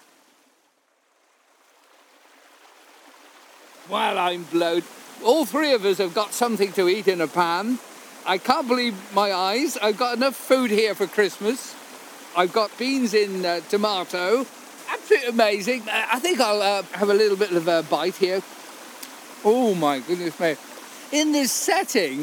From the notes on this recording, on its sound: We climb one of Grasmere's low-level favourites to dine in a dell. Setting out along the old drove road from Allan Bank.